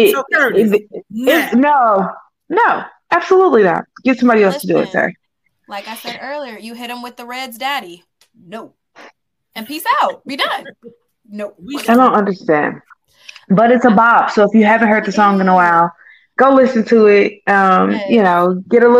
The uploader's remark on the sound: Please bare with us this episode as we had some unexpected technical issues.